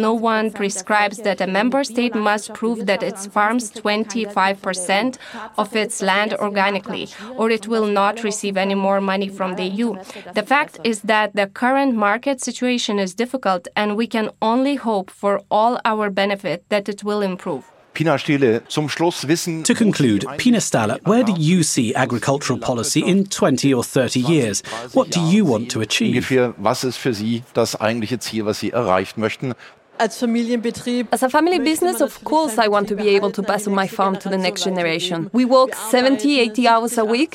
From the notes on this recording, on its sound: snapshots from our Facebook Live broadcast that we made from the event